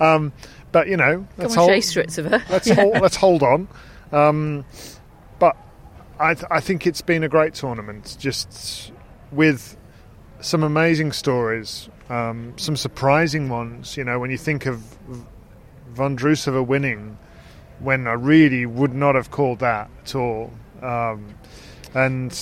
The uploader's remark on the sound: Live from Wimbledon Day 14.